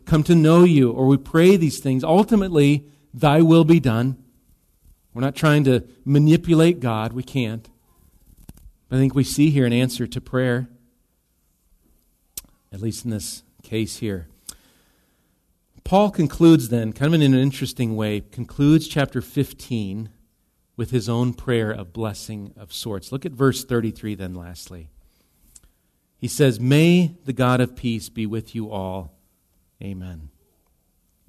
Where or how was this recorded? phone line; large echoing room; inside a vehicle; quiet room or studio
large echoing room